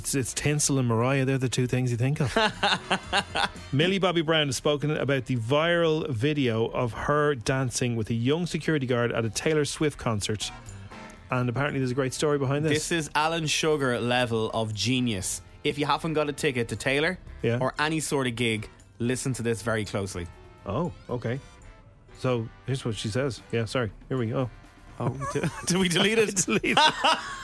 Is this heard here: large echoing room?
no